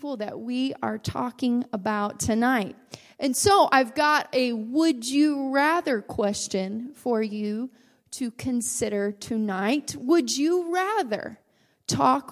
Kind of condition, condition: setting, large echoing room